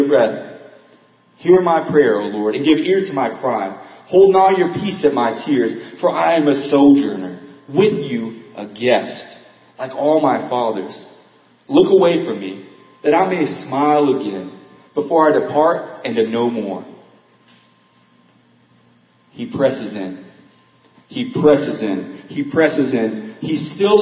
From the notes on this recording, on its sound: Audio Quality Lower Than Normal.